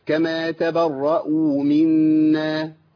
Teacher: التاء مرققه الباء مرققه تبا راء مفخمه تبر راء الراء مفخمه وبعديها ايه الهمزه تبرأ يعني.